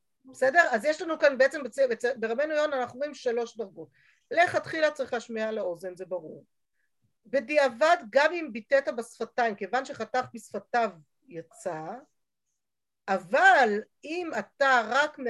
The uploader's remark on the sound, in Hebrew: השיעור הועבר והוקלט בזום.